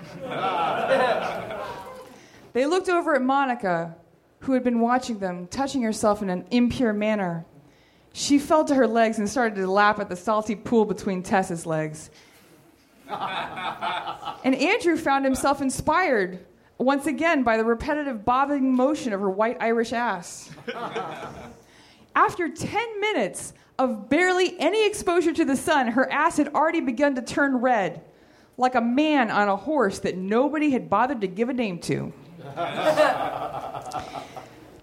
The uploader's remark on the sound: Recorded at Nerdmelt Theater, Oct 16 2013.